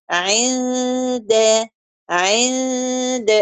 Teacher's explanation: أخفيت النون ودخلت بيها عند مخرج الدال · Term: الإخفاء